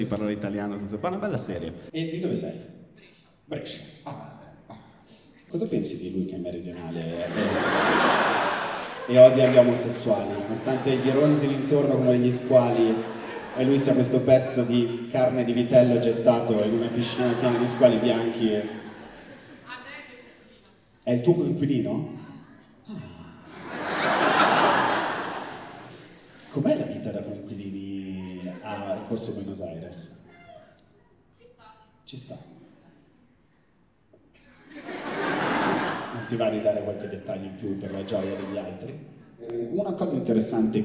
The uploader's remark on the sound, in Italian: tratto dalle serate #improv registrate presso l’università Statale di Milano, il Politecnico di Milano, l’Università Alma Mater di Bologna e l’Università di Padova